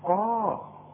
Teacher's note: القاف اللي بعدها المد بتبقى اعلى درجات التفخيم